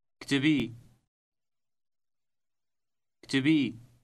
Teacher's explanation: This word ends in a long stressed e sound.